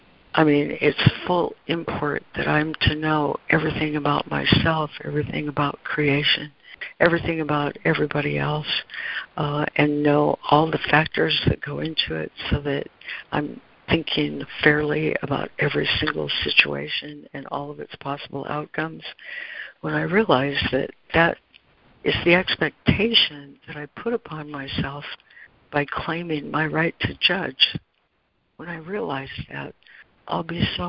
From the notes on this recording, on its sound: ACIM Daily Conference Call.